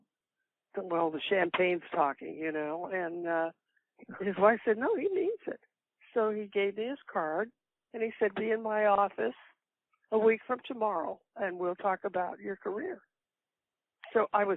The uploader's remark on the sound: A Phone Call